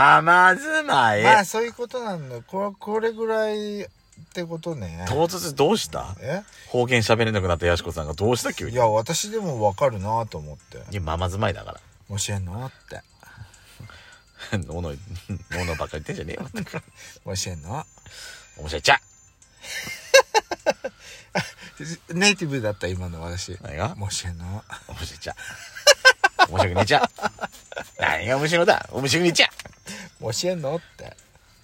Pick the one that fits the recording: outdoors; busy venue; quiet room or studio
outdoors